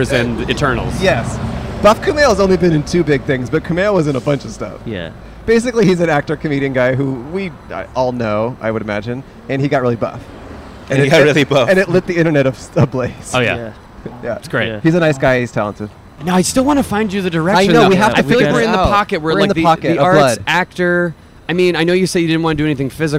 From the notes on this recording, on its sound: Recorded 5/31/2022 outside the Dixie Hollywood in Los Angeles.